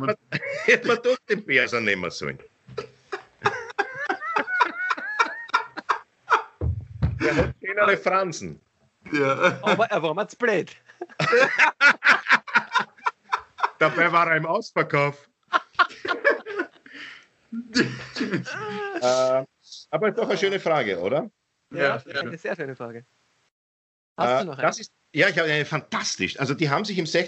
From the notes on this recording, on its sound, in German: Aufzeichnung einer ZOOM Session